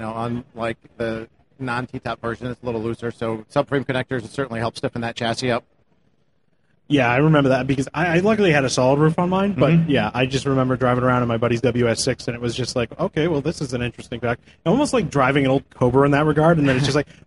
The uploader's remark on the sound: Live again from the Magnaflow stage at SEMA 2018